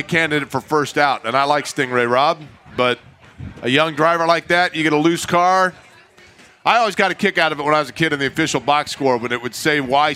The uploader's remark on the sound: We’re LIVE AT CARB DAY!